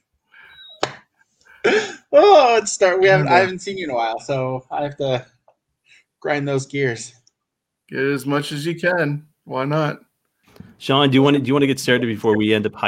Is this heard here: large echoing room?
no